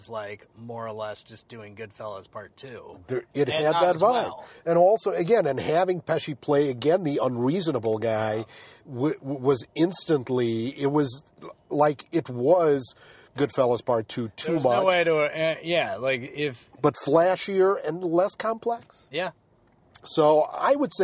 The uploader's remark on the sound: Back in the car to talk about it. Take a drive with us.